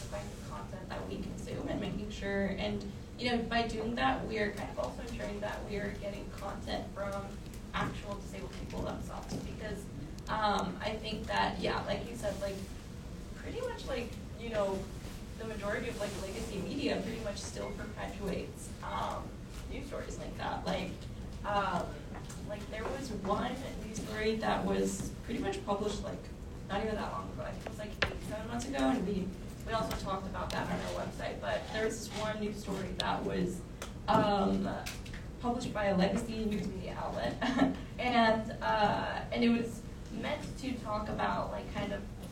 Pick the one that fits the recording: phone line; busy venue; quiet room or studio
busy venue